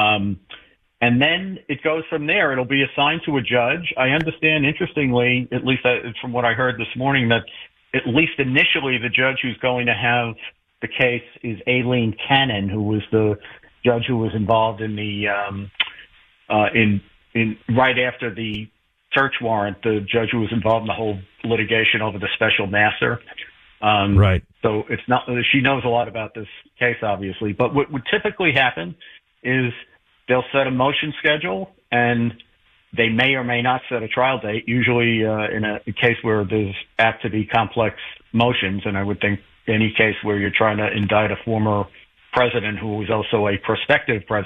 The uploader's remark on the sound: phones in from vacation